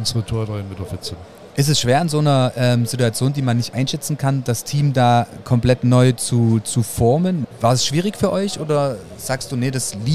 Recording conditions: busy venue